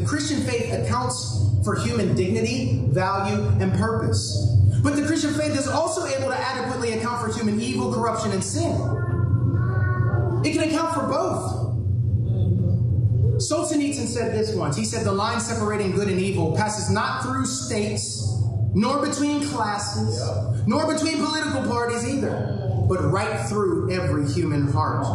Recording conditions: poor sound quality